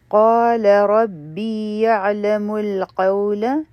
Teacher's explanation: قا حرف مد دی، دا به دوه حرکه راکاږو، او قاف چې دی دا غټ حرف دی